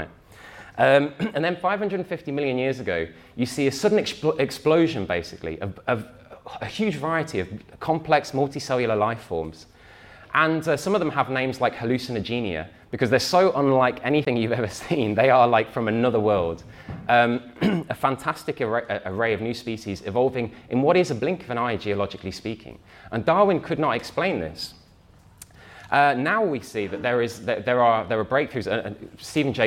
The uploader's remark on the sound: talk from Revolution Festival 2019